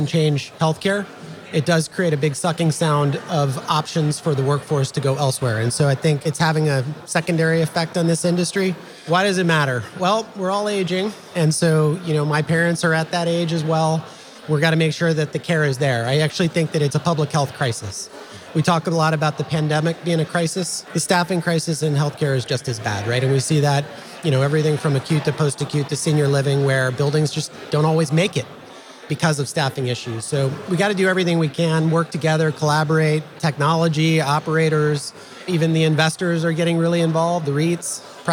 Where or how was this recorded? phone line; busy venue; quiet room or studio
busy venue